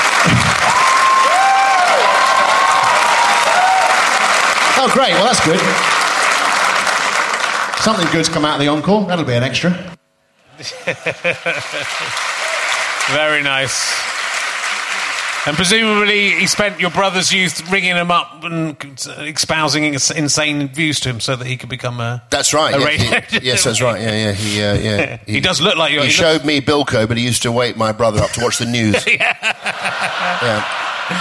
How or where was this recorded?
busy venue